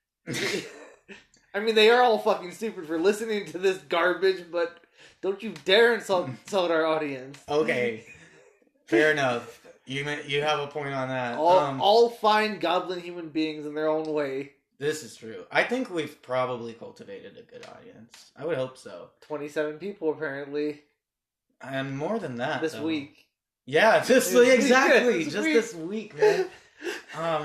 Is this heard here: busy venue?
no